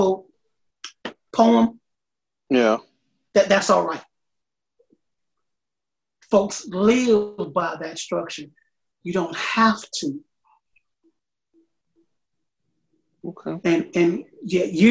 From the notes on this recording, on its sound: This episode was recorded via Zoom.